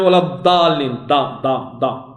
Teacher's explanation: اللي لصقت هو طرف اللسان، وهذه ليست ضادا عربية، هذه ليست ضاد، هذه دال مفخمة